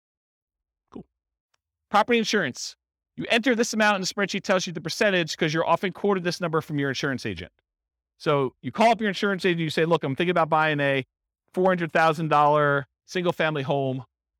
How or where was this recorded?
live audience